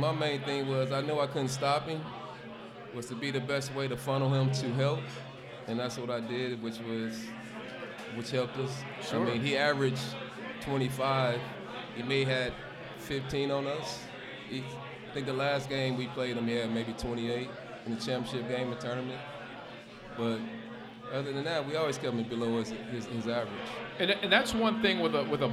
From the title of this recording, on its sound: LIVE at Mio’s